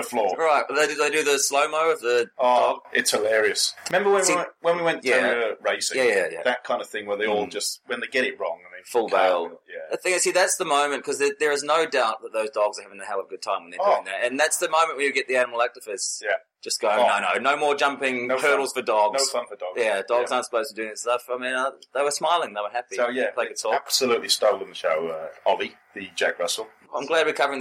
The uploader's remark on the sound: Apologies for Poor Audio on this episode - we had a major failure